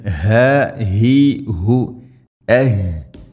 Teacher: തൊണ്ടയുടെ താഴെ ഭാഗമാണ് ഹ